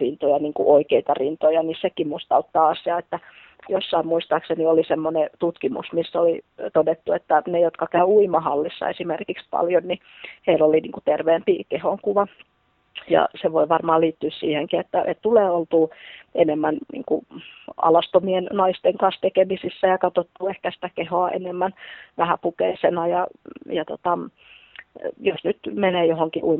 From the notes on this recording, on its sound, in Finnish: Haastattelu tehtiin puhelinhaastatteluna ja äänenlaadussa on toivomisen varaa.